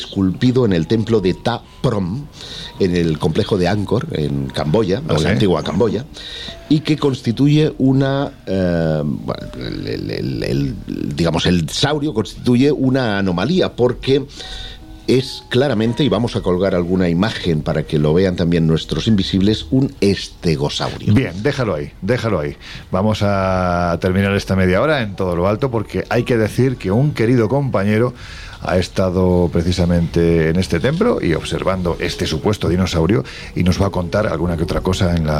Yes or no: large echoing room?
no